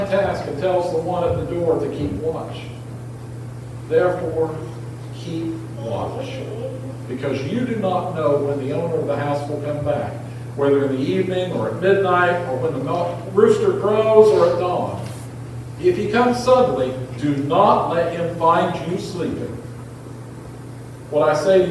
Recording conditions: poor sound quality